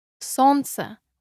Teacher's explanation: Pronounced like солнце without Н in the middle.